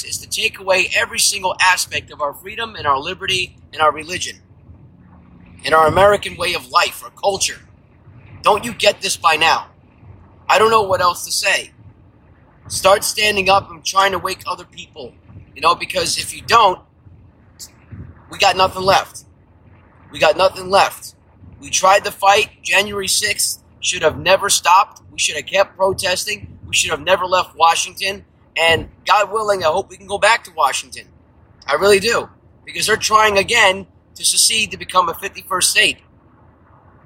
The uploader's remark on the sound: From The Car